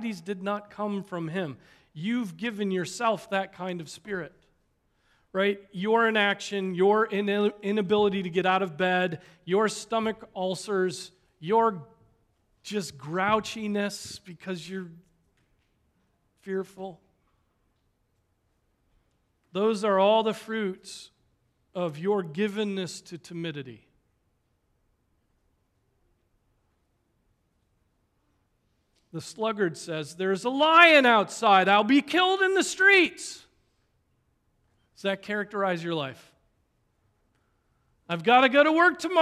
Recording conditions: large echoing room